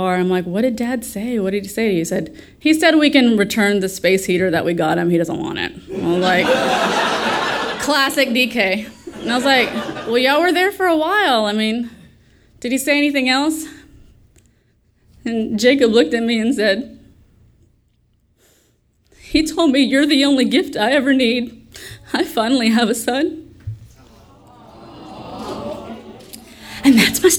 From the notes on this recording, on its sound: our sold-out audience in the palm of her hand from the moment that she stepped onstage, eliciting roars of laughter and more than a few tears.